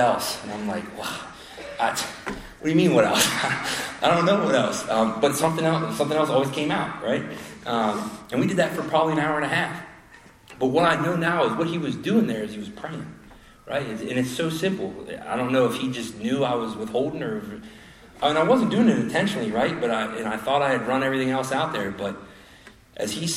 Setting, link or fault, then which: setting, live audience